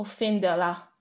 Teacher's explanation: E già da queste prime note possiamo notare alcune peculiarità spie del suo essere un germanofono, ovvero la lenizione della vibrante che in cooccorrenza con un'altra liquida può diventare approssimante, in offenderla, che viene pronunciato offenderla.